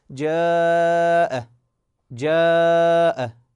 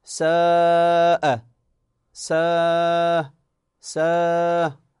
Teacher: هذه الأحرف حينما نلفظها قبل الألف مثلا نقول جاء جاء، أو ساء ساء ساء. تلاحظون رقة الألف هنا، رقة الألف وكذلك فتح الفم بشكل واضح عند لفظ هذا الحرف